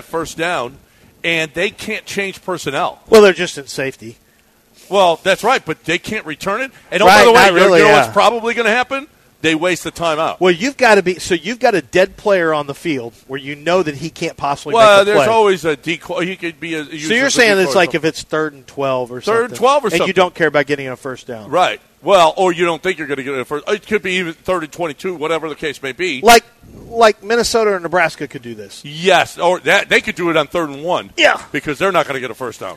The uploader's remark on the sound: LIVE from Golden Nugget in Lake Charles